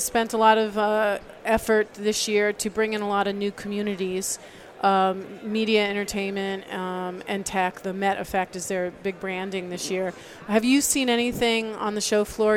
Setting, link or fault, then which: setting, busy venue